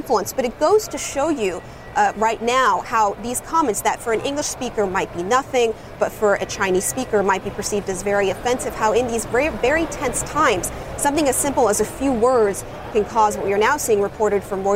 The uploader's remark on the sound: First Move is live from the New York Stock Exchange.